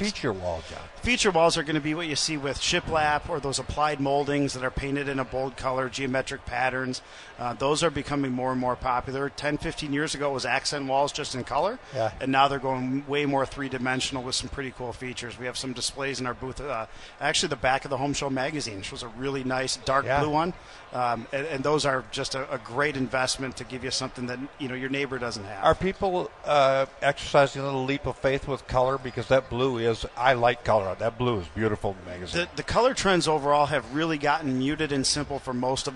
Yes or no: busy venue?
yes